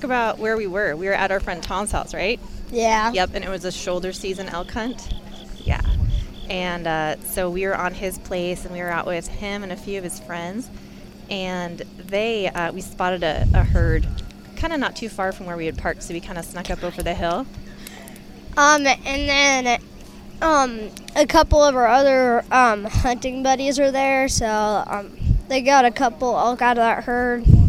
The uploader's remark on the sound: live from the 2022 BHA Rendezvous